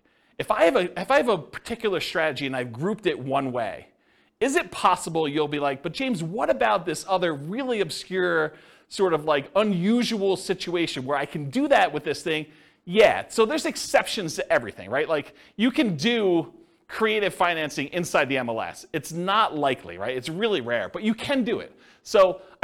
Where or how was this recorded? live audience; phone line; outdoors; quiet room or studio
live audience